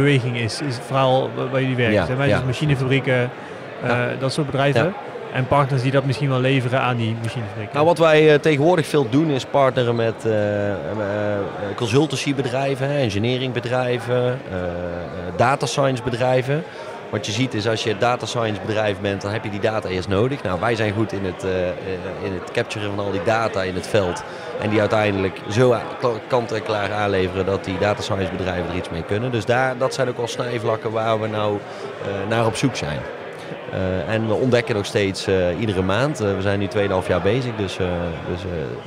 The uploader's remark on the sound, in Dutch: Breda Startup night 4 april Live